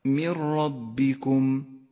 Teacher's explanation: أما الإدغام الثاني فهو إدغام بلا غنة، من ربكم، النون الساكنة وبعدها حرف الراء، تسقط النون من اللفظ تماما وتشدد الراء التي بعدها